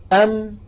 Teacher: فنهاية الحرف الساكن شفتان ملتصقتان · Term: ميما ساكنة